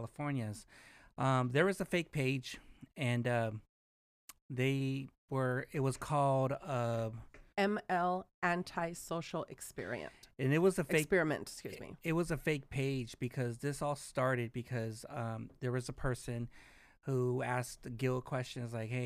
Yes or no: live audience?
no